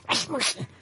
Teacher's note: So you use a lateral lisp